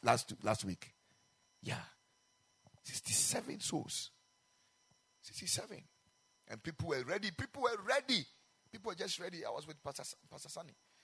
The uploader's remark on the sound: Preached at the Ekklesia Chapel